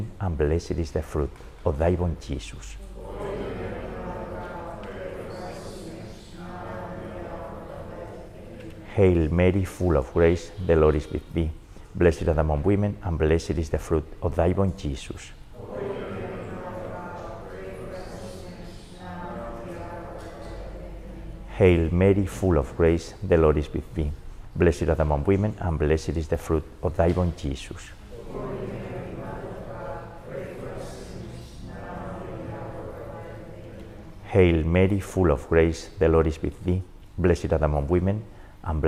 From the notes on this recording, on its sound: This Rosary was recorded last Friday, April 28th, during the 18-month funeral mass anniversary of Maria Blanca in Greenwich, Connecticut.